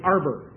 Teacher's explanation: they don't pronounce their H's either. And rather than saying harbor, they say arbor.